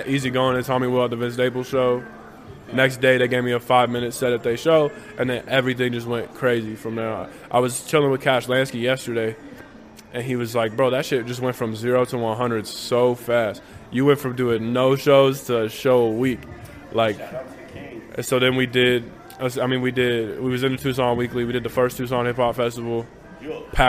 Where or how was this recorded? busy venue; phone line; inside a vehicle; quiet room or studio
busy venue